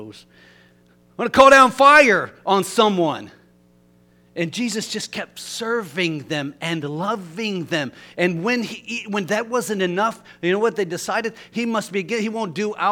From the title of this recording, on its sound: LIVE Services at Sunshine